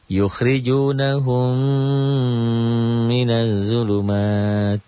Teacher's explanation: idgham mimi, idgham mutamasilin ini jadi ada gunnahnya. Karena hurufnya jadi double. Maka dibaca yukhrijunahum minaz zulumat.